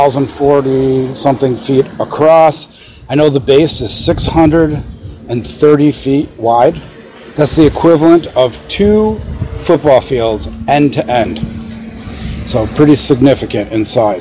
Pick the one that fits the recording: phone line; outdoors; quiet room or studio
outdoors